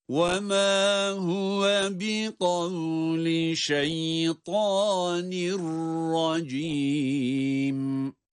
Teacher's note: Ama burada idgamı bilahunne olması itibariyle şeytanin demiyoruz. Şeytanirracim diye de idgam yaparak ra'yı şeddeli gibi okuyoruz.